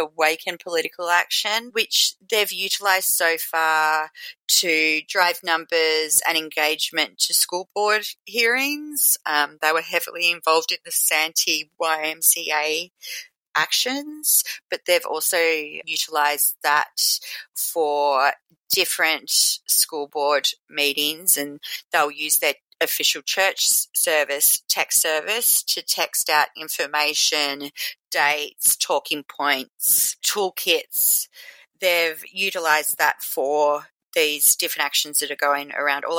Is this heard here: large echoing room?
no